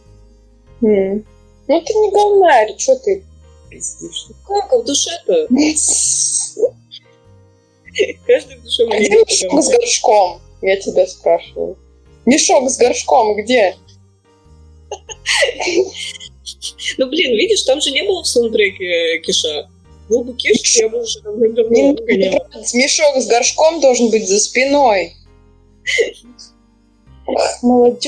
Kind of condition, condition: fault, poor sound quality